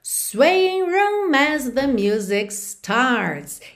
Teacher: Então percebe aqui já aquela ligação natural. Se eu tenho uma palavra que termina em consoante, como room, e a próxima começa com vogal, como as, naturalmente eu faço essa ligação.